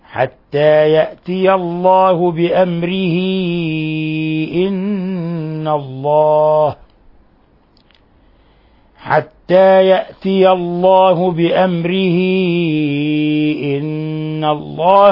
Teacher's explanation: فقلنا حالة الوصل بأمره إن الله، يعني مدناها مد منفصل هذه الصلة · Term: صلة كبرى